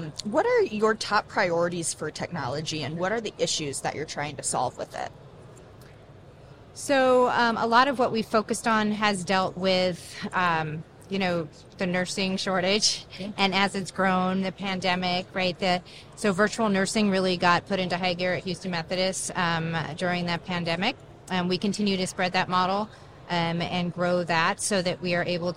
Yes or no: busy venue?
yes